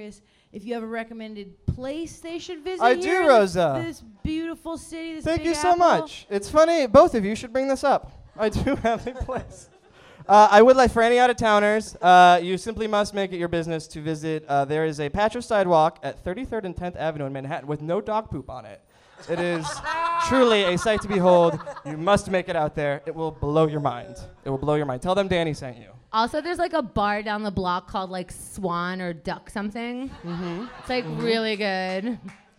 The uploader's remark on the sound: Recorded live in Brooklyn as part of the 2016 KATG VIP Night!